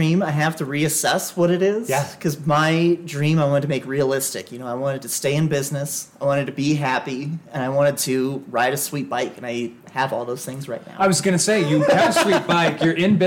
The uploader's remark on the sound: behind the counter on location in Eagle.